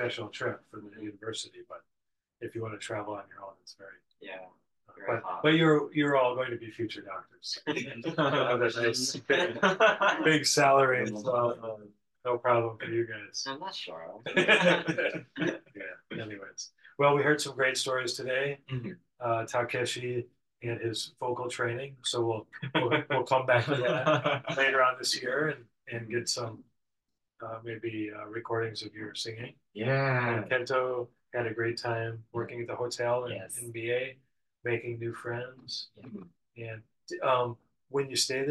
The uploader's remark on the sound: Apologies for the sound. It appears the microphone was not turned on.